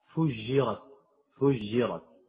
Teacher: أو بعض الموريتانيين أيضا، المغاربة أيضا يفعلون هذا، فإنهم يعطشون الجيم، يجعلونه أقرب إلى الشين، فجرت، فجرت، هذا خطأ.